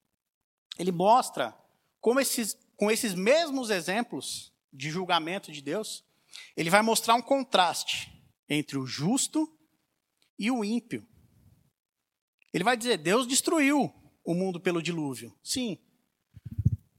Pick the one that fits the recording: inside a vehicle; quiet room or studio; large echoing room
large echoing room